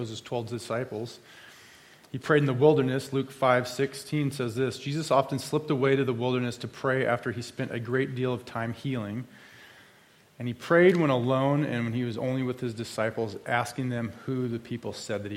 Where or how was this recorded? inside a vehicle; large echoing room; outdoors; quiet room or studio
large echoing room